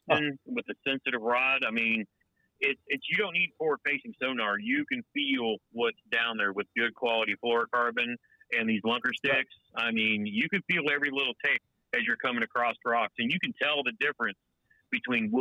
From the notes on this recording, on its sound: with the phone lines open live and in real time, the listeners get in on the action as well